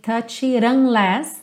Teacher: Essa frase ficou tudo bem ligadinho mesmo e percebe o rarará tanto entre o it e o unless